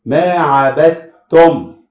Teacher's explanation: الدال والتاء مخرجهم واحد، الاول ساكن والتاني متحرك، عملنا فيهم ايه؟ دخلناهم في بعض، بقوا ايه في الاخر؟ تاء عليها شده. · Term: ادغام